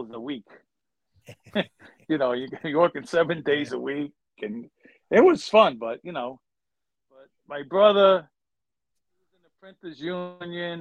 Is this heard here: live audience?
no